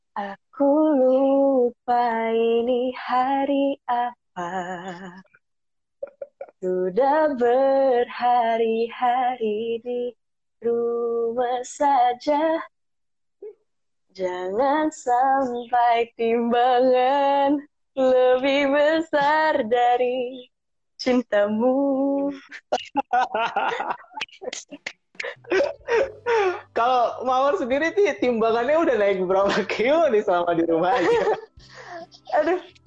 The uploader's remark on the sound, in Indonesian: direkam saat sesi Instagram LIVE